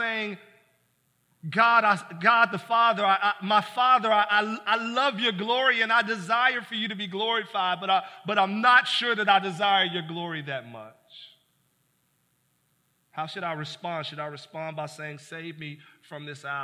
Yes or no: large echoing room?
yes